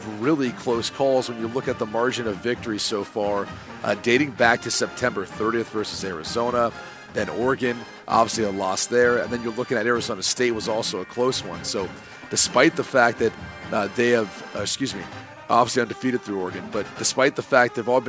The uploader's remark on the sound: comes to you LIVE from The Breeder's Cup